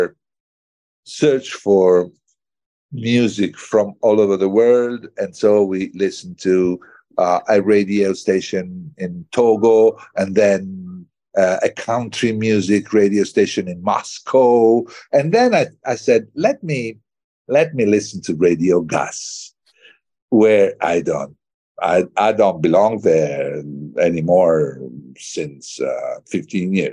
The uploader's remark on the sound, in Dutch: Ik sprak hem via videocall in Toscane waar hij op vakantie was, vrij vertaald 'in het hol van Pluto'.